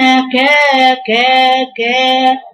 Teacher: افتح الكاف من الأول أنت عندك دلوقتي حرف مفتوح تدي له حقه ومد الألف · Term: الفتحة